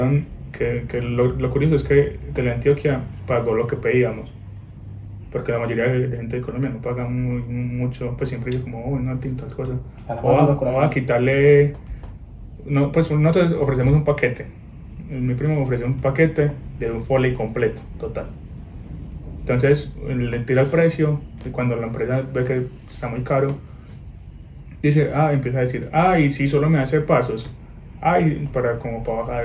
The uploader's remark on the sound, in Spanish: Como siempre, perdón por la calidad del audio.